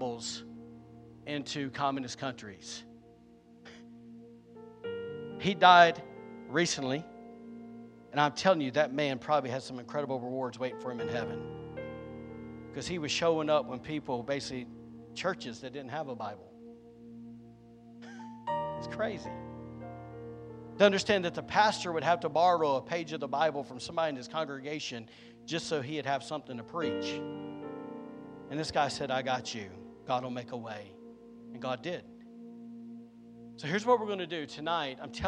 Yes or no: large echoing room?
yes